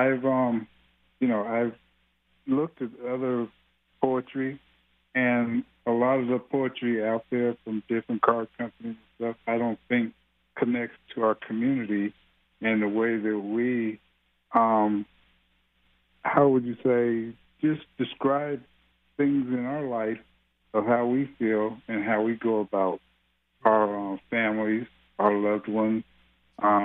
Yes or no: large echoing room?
no